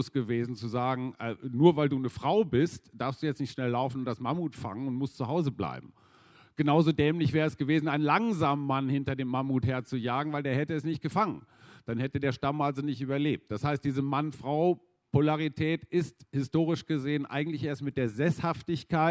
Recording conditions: busy venue